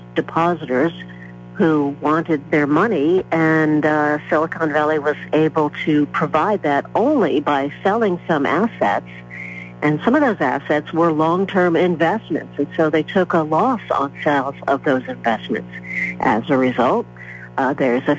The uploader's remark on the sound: During open phones